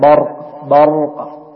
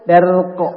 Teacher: فلا يفخم الباء لمجاورته للراء · Shown in: first take · فيقول الإنسان برق برق، ولا يقول برق، يرقف الجميع، لكن برق برق.